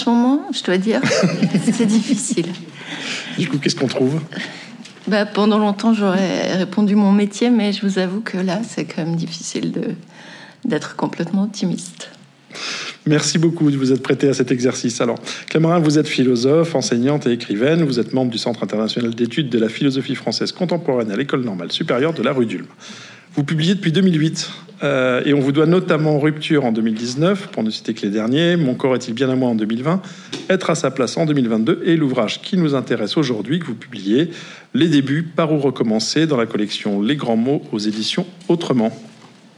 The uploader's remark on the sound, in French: Conférence enregistrée à Cap Sciences Bordeaux le 23 Octobre 2023.